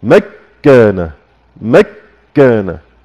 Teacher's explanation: لو حبنا ندغم النون في الكاف هقول إيه؟ مكان مكان، فحصل عندي تشديد بعد الإدغام